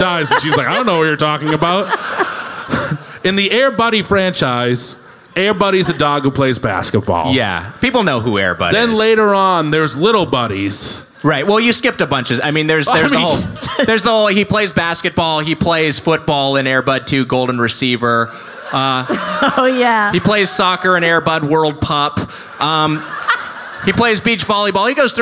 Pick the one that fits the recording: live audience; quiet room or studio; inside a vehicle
live audience